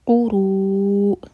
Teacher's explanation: हमज़ा का sound clear आए जो हवा रुकने की आवाज़ आती है